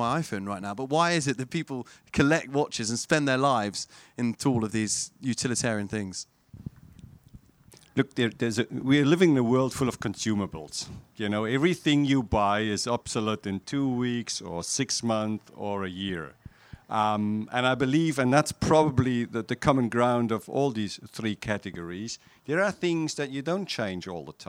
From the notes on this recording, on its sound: This special ‘al fresco’ episode of the podcast. Recorded at Hampton Court Palace at the annual Concours of Elegance car show.